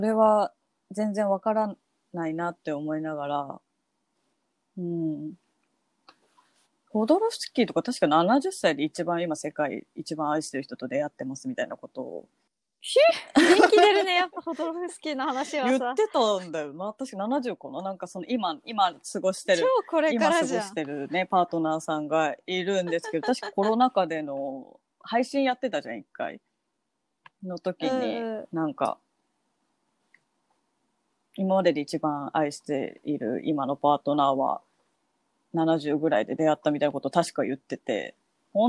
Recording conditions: video call